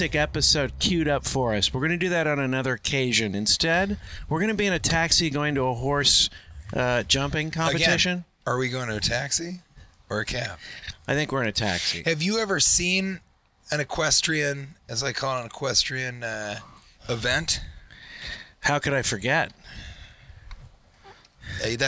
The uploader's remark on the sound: Recorded in a Taxi on the way to equine adventure